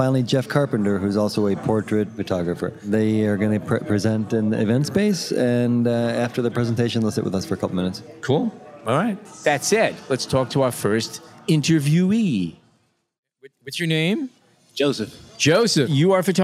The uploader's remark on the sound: Because we were recording as part of the Lumix Day event, several interesting photographers and videographers, each a Lumix ambassador, were speaking at the B&H Event Space.